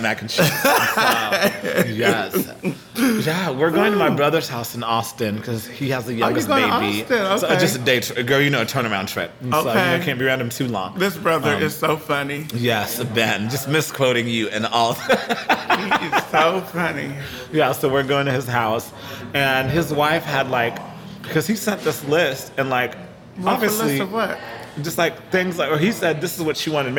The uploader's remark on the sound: Recorded on site at the Magnolia Wine Bar in the heart of Fort Worth